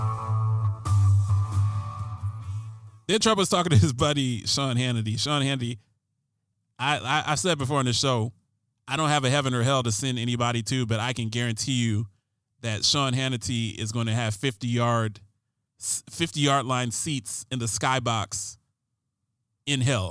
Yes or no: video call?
no